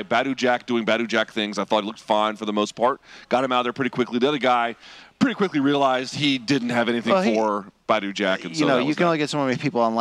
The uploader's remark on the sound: The boys react live from Hard Rock Stadium